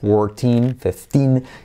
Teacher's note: se hace pura I en la segunda sílaba y acentuando un poquito más en la segunda sílaba para diferenciarlo, como decimos, con las otras cifras más grandes.